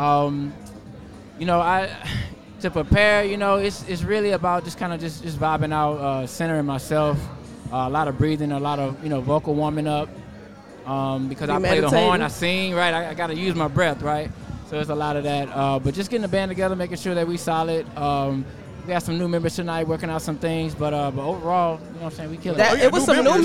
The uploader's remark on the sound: Live Interview At Chop Shop Chicago